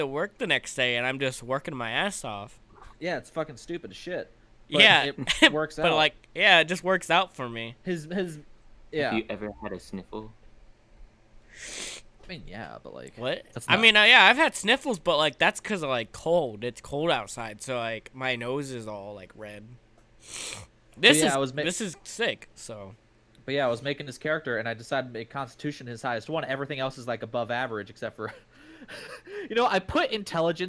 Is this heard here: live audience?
no